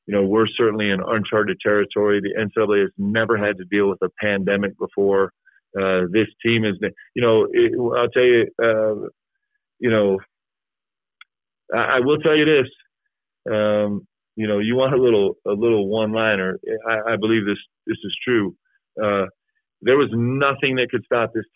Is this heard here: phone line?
yes